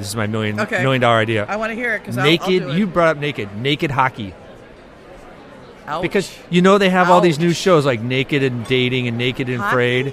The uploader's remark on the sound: This special episode is part of a series recorded live at the 2014 SHSMD Conference in San Diego.